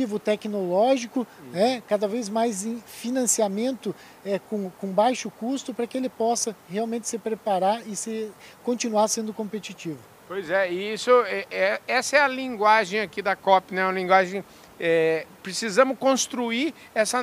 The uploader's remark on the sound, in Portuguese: Prosa gravada no ABEMA DAY, Associação Brasileira das Entidades de Meio Ambiente, evento que contou com a presença de inúmeros associados e pessoas da sociedade civil durante a COP28, em Dubai.